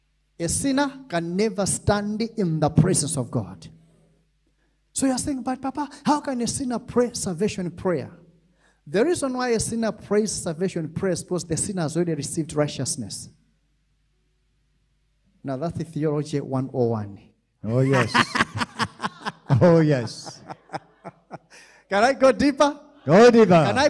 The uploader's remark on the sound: This teaching was extracted from our Live Church Service